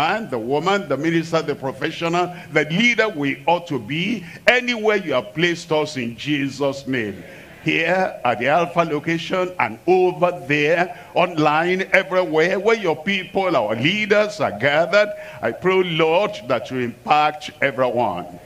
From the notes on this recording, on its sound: live from Asaba, Nigeria